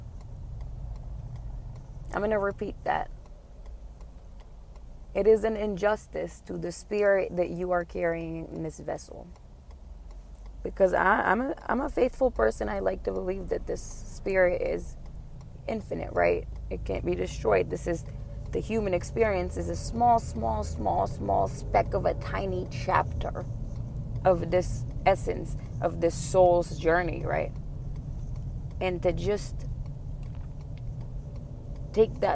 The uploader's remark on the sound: This was recorded in a car.